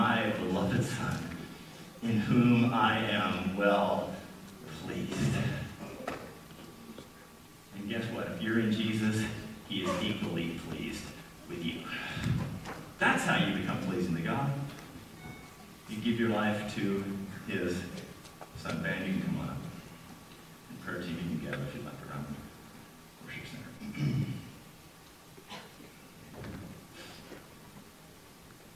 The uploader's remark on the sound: We apologize for the quality of audio as we were having technical difficulties this Sunday.